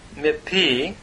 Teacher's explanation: Notice me is from the preposition min, from, and the noon has assimilated into the P